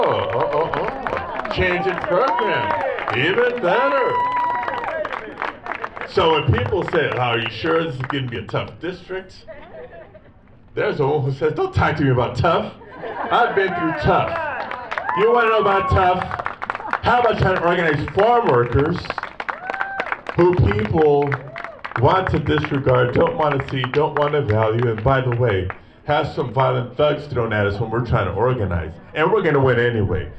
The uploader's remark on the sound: Take you live from the field at last weekend’s canvass and rally.